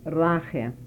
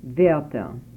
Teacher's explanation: The Yiddish language has a palatalized R, the only R found in the dialects of my two speakers. Some minimal pairs will serve as examples of this palatalized phenomena.